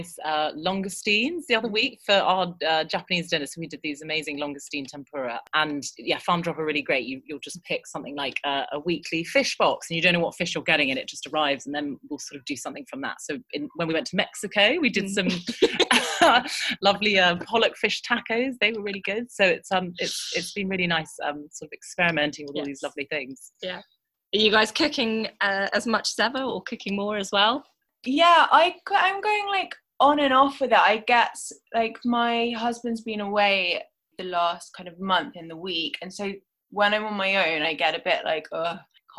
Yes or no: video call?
yes